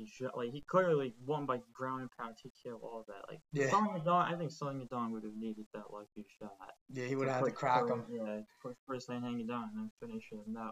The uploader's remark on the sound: We apologize for any audio issues, there were a bunch during the editing process of this one.